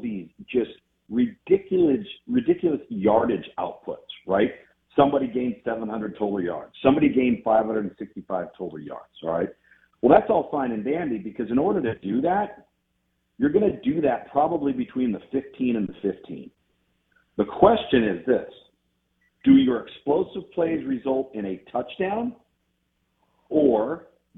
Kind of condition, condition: link, phone line